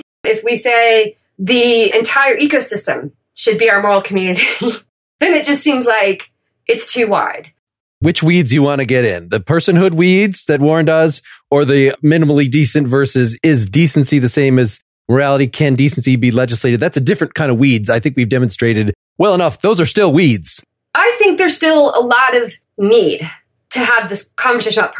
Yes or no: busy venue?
no